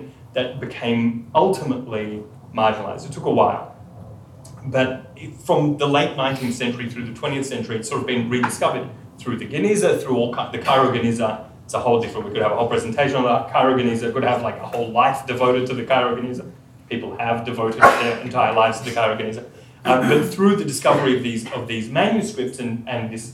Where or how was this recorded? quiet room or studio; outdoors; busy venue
busy venue